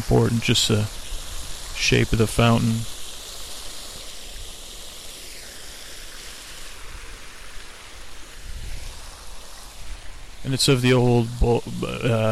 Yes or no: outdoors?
yes